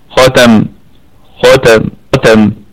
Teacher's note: ختم حرف الخاء من حروف الاستعلاء، وهو في الدرجة الثانية من درجات التفخيم